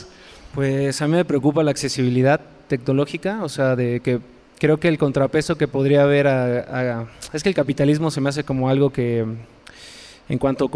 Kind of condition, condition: setting, busy venue